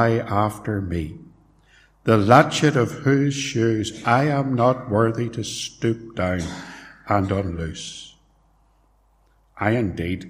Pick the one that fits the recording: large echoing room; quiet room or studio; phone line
large echoing room